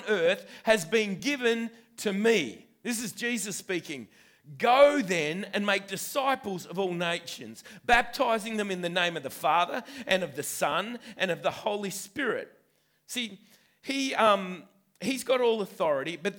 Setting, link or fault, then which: setting, live audience